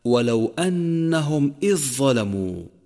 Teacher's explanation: فتأمل كيف دخل الحرف الضعيف وهو الذال بالحرف القوي وهو الظاء